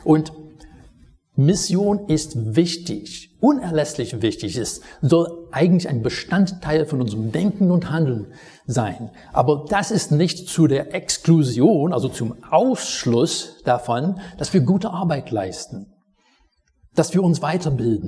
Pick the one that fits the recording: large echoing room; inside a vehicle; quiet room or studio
large echoing room